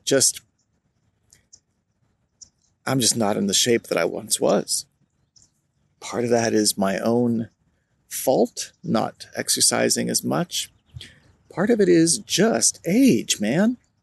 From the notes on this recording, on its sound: Recorded outdoors under the clear blue late winter skies at a park. I used Easy Voice Recorder Pro , an Android app, to record this episode. It’s outdoors, so it sounds a little different!